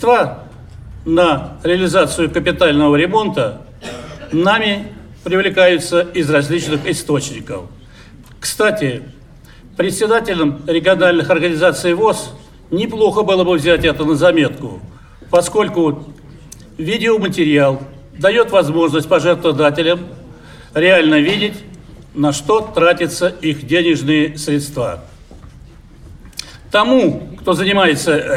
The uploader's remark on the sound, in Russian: Аудиозапись работы XXII съезда ВОС. Запись прямого эфира.